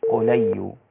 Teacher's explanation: بنقل حركة الهمزة إلى الساكن قبلها اللي هي اللام · Term: النقل